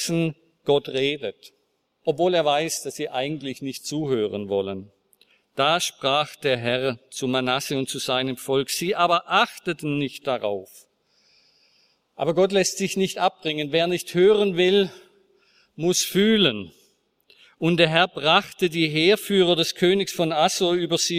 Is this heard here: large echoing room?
yes